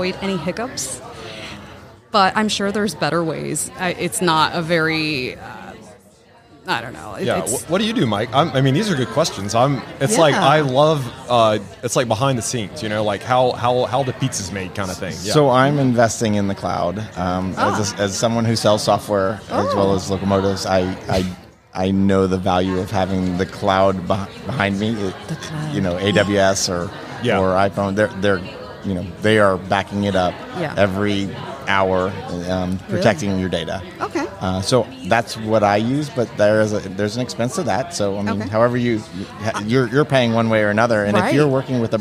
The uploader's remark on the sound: LIVE from HAVEN 2022